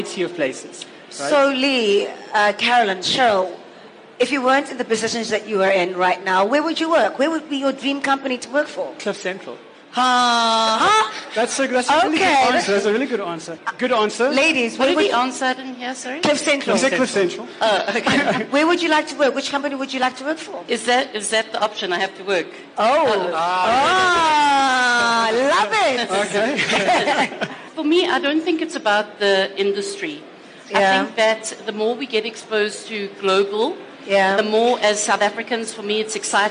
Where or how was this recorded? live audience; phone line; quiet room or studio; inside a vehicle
live audience